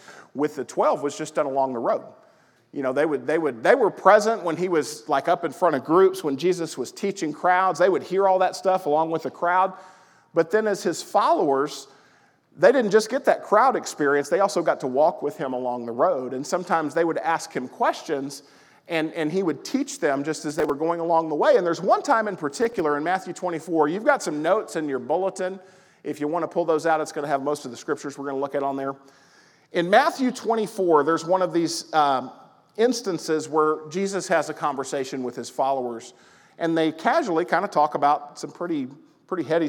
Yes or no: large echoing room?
yes